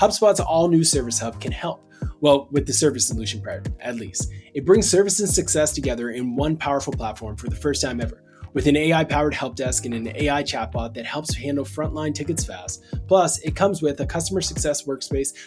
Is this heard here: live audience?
no